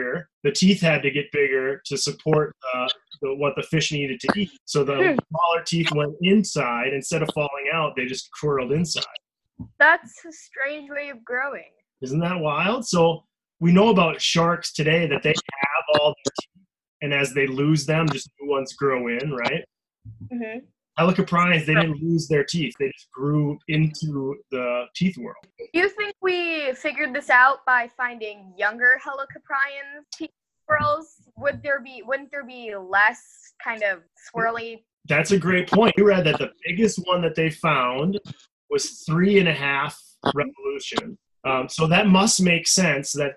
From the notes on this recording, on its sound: our first ever Prehistoric Podcast had to be recorded via videochat